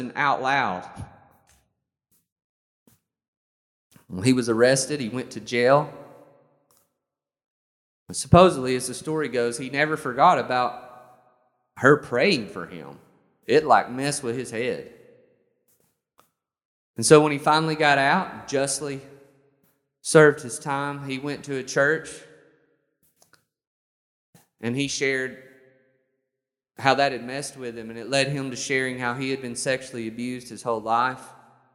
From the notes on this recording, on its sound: This sermon was recorded on May 23rd, 2021 at Matthew's Table Church in Cleveland, TN